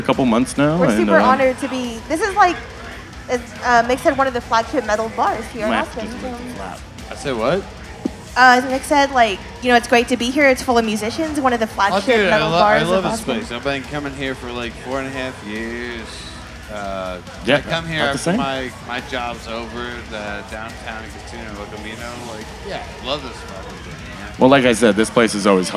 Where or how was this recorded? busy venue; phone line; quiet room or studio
busy venue